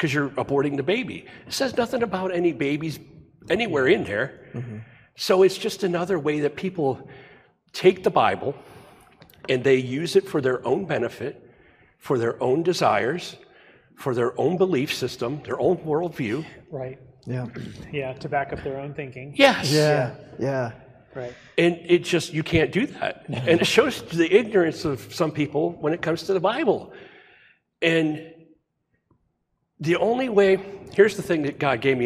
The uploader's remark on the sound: We had a hardware failure on our computer so we had to move to the sanctuary to record.